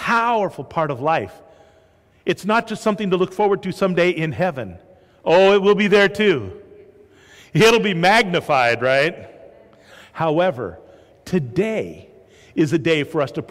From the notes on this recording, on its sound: This is a live sermon preached at Sacramento First Church of the Nazarene.